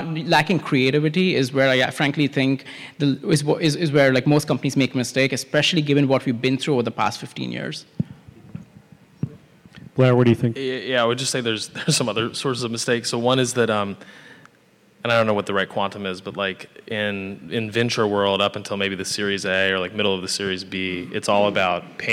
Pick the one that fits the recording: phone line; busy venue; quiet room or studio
busy venue